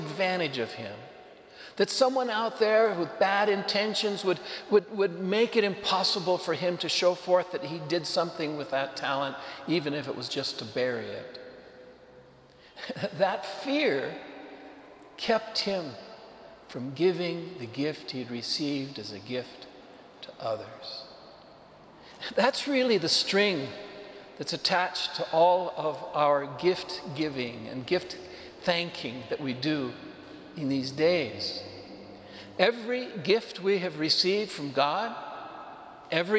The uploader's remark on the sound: Homily delivered to the Catholic Community of Saint Francis, Cuenca, Ecuador.